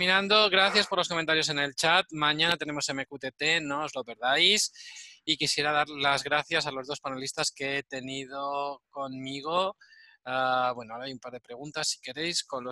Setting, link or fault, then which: link, video call